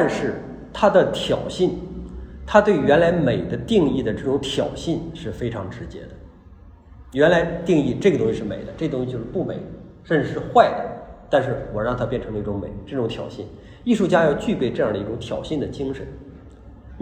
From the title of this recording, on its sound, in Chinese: 讲座录音